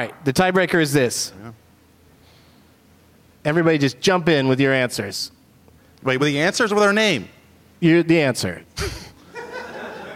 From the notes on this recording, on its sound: Live from the Old Town Playhouse as part of the Traverse City Film Festival